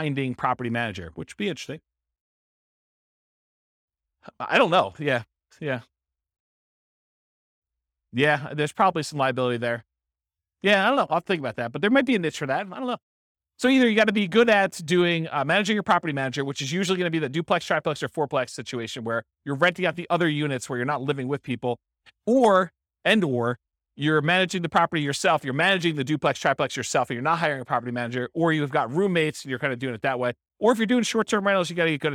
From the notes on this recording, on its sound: This was a live class recorded